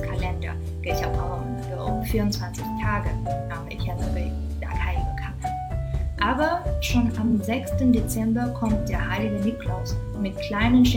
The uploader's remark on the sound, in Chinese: 本次直播时麦克风接触不良，音质有些不清晰